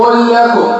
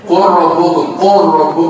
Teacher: اللام دي تبقى لام واحدة مشددة، اللام والراء دي تبقى راء مشددة · Term: إدغام